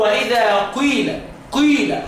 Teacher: انا بنطق كسره بس بشير بضمه · Term: اشمام